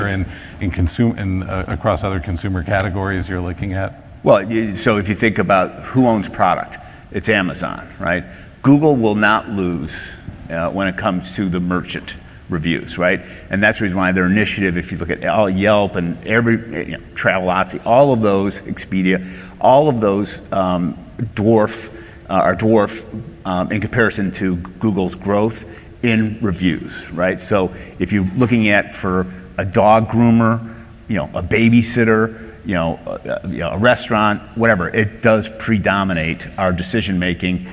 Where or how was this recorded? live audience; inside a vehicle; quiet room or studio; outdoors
live audience